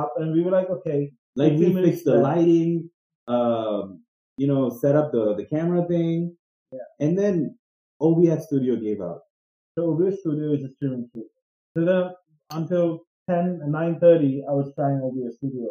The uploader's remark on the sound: We apologise for the kinda shitty audio. Don't know what happened there but we kind of fixed it.